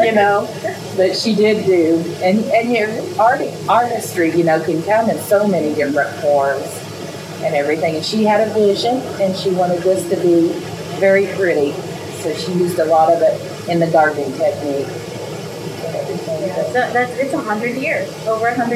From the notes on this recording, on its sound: Beck's Grist Mill National Historic Site in Salem, Indiana. Please forgive the sound of the beautiful waterfall in the background!